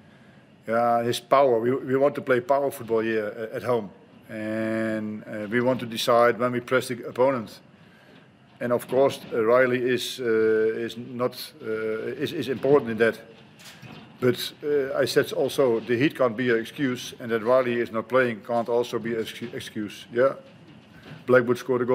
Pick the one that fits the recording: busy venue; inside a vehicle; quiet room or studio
busy venue